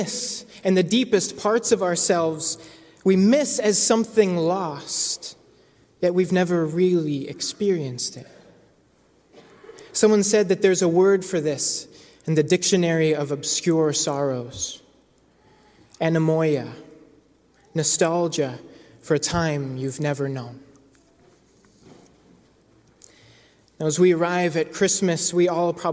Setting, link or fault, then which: setting, large echoing room